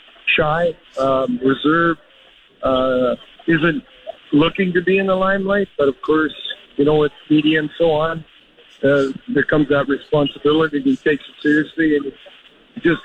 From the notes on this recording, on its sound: LIVE at Western Pizza's NHL Draft Party.